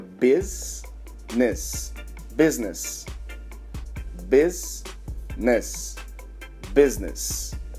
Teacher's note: O I não sai, então fica business.